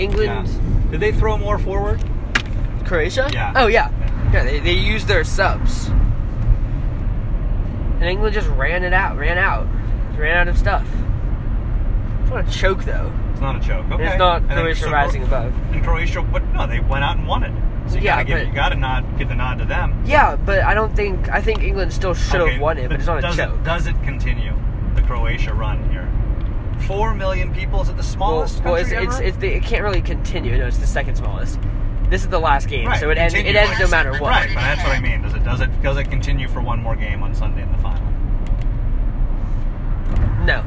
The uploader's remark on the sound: Live From the Car. On the four hour drive from Oakland to Visalia.